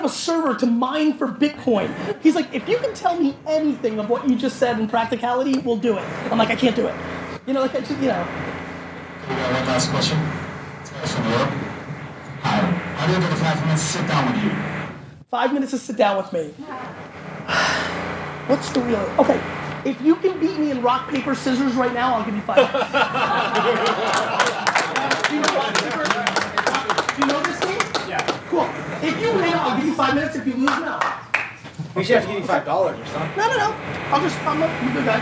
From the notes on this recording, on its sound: Fireside Chat at Startup Grind NYC.